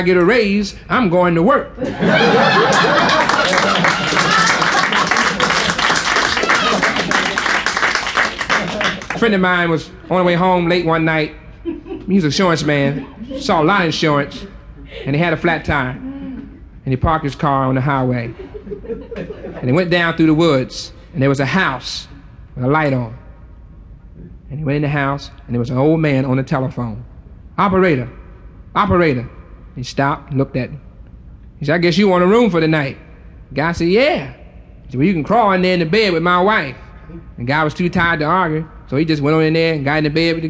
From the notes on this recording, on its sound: The listener can hear the audience holding their breath in the background and finally exploding with laughter when the punch line hits.